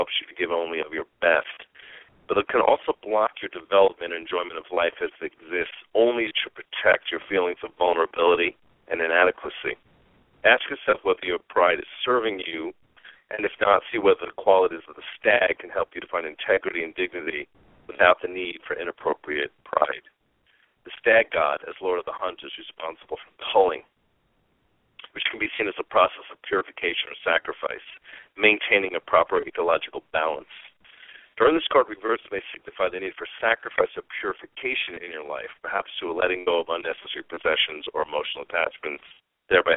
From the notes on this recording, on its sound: We will also open the phone lines today about halfway through the 45 minute show for a few mini (5 minute) readings.